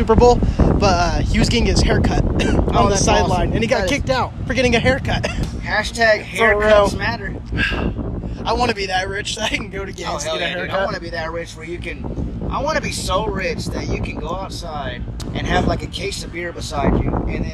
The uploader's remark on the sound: Live from Dive Bars across America!